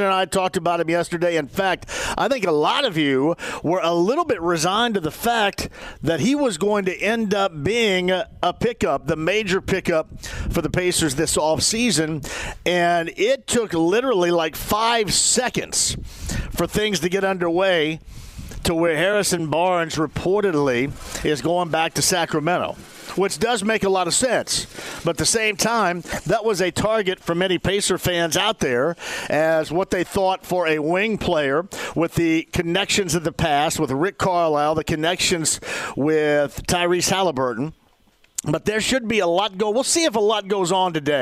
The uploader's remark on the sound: Live From Grand Park